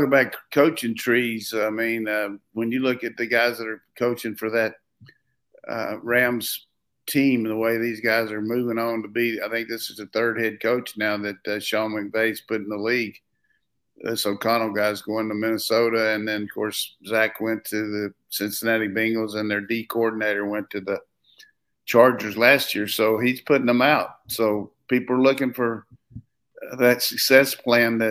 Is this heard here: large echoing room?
no